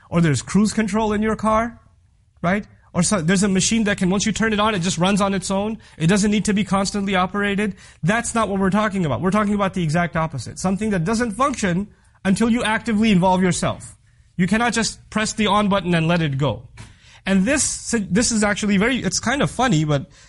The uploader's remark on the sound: This Khutbah was recorded on October 14th, 2016 in the Euless Masjid.